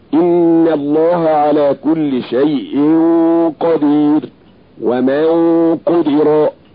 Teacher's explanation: بتفخيم الغنة لوجود حرف الاستعلاء بعدها